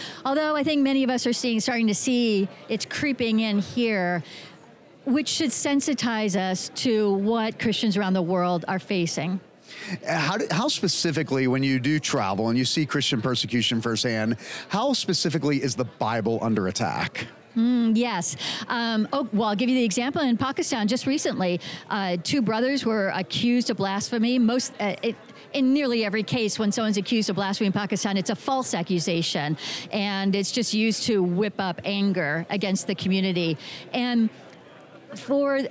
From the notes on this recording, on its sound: This episode was recorded live at the Family Research Council’s Annual Pray, Vote, Stand Conference in Washington D.C.